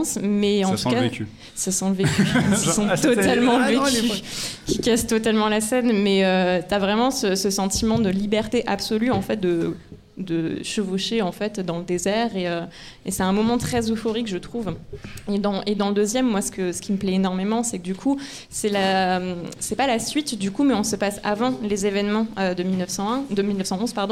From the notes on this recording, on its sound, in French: L'équipe pour un grand podcast spécial, filmé et en public au Dernier Bar avant la Fin du Monde.